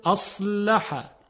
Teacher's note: و آخرین مثال اصلح، صاد صدای درشتی داره